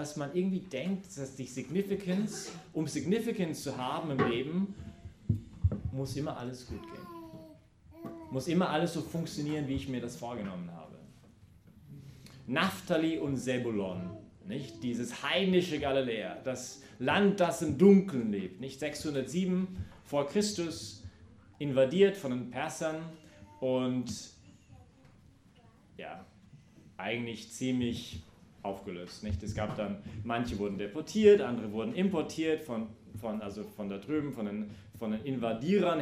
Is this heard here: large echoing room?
yes